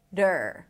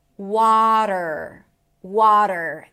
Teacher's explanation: The second syllable is der. That's a flap T that shifts into an R.